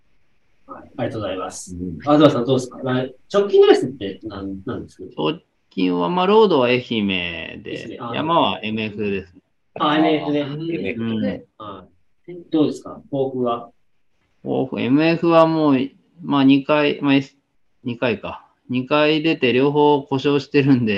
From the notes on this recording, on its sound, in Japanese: 広島県、三原市。コースをよく知る二人のゲストと初のリモート収録で深堀しました。収録会場 RunTree。